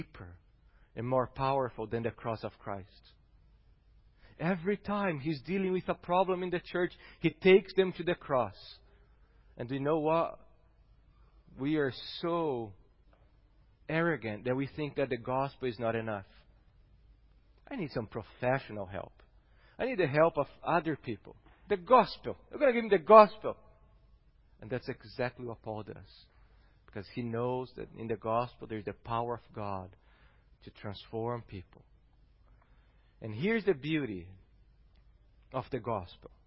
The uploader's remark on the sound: Sermon preached. At Gracious Cross Reformed Church Salem.